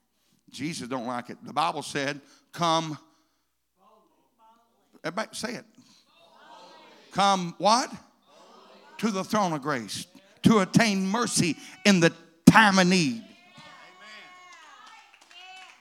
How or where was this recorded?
large echoing room